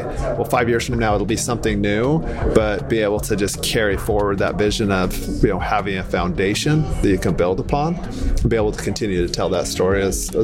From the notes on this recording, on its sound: At the 2023 International Legal Technology Association Conference